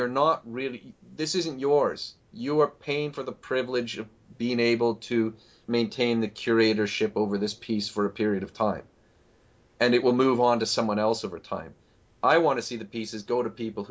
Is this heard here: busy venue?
no